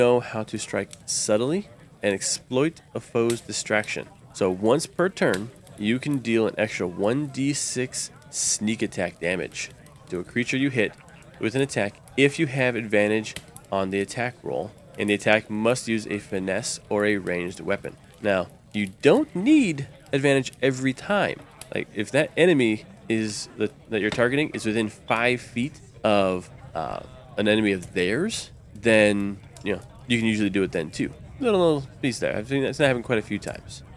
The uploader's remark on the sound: Background tavern and dungeon sounds by Syrinscape.